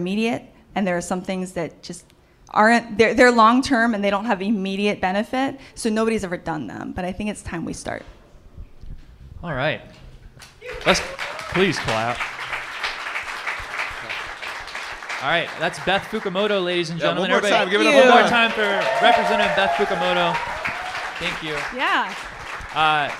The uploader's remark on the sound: Live from Marks Garage. You get some fun live commercials in there too. The Arts at Marks Garage for hosting us.